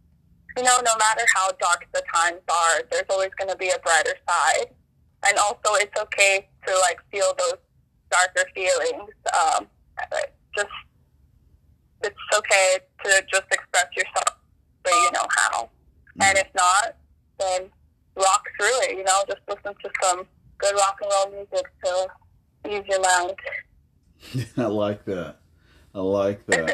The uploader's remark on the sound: Phone interview